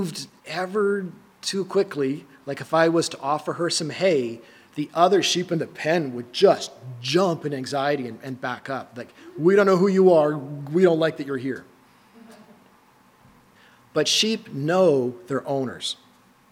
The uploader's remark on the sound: These are recordings of our Sunday morning messages and some of the discussion that follows.